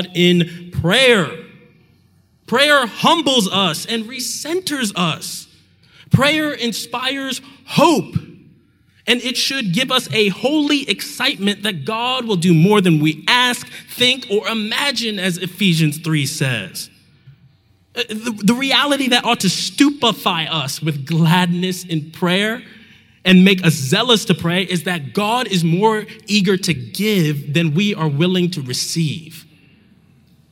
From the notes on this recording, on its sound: Talk from the JUST Gospel conference, which took place in Atlanta this past May, and it was hosted by The Front Porch.